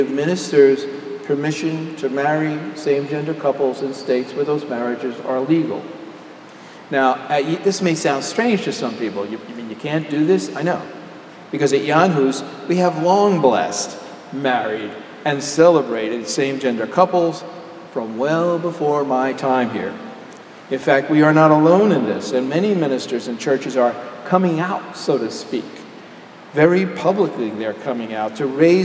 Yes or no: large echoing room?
yes